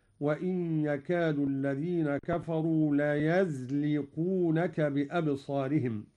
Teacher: قرأ قالون بفتح الياء من ليزلقونك